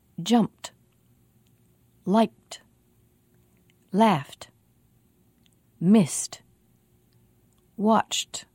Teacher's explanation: If a word ends with p or or f, or th, the voiceless sounds except for the t sound, the ed ending will also be voiceless. It will sound like t.